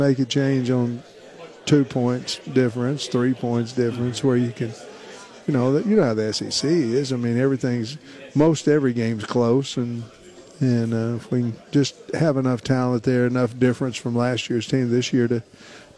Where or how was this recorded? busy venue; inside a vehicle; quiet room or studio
busy venue